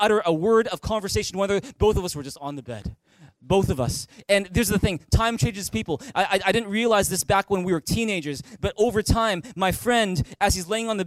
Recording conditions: large echoing room